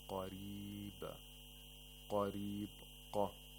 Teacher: قَاف has تَفْخِيم and the رَا has تَرْقِيق